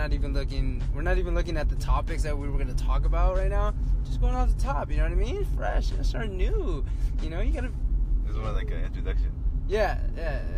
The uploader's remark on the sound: I was driving, sorry!